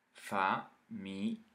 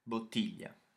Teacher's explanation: we're doing this big smile and the whole of our tongue is going flat up against the roof of our mouths · Term: smiley L's